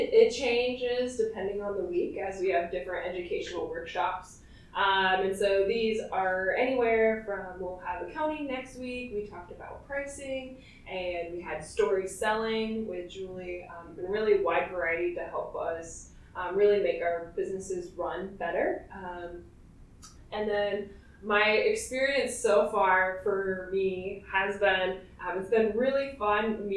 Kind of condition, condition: fault, poor sound quality